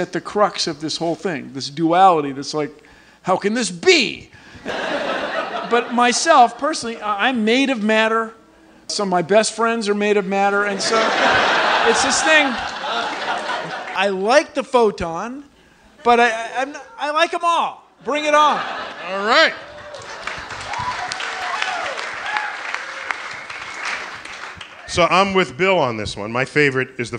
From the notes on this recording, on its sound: StarTalk Live.